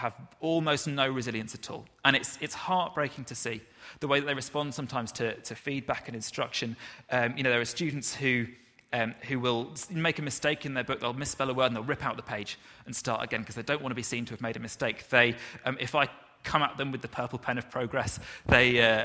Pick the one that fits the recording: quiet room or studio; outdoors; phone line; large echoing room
large echoing room